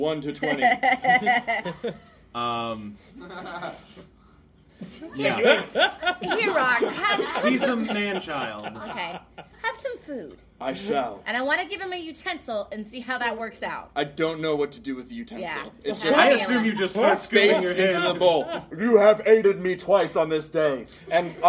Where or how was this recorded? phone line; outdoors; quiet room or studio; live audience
live audience